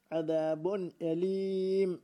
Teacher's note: همزة ولتا bir tenvinin ya nun sakinin ilyanına onu ol nun sakin ya tenvin zahir aşkar telaffuz oluyor